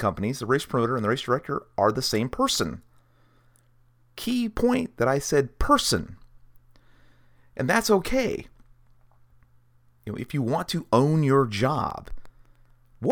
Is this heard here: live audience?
no